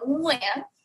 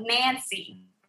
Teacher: the NG Vietnamese is in the back of your throat. So you should feel it back there like, whereas the N in English is on the tip of your tongue